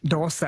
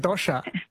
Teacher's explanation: if you're Tamil-influenced in Kerala, you say the Sa, and everyone else says Sha